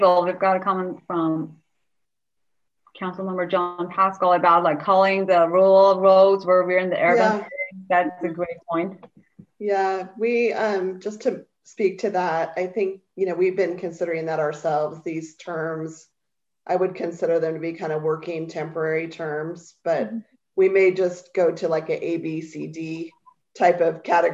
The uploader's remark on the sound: Holmes Point Street Standards Zoom Engagement Session.